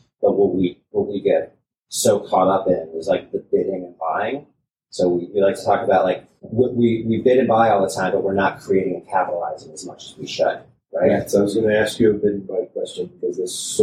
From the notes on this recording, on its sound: This episode was recorded in January at CES in Las Vegas, NV.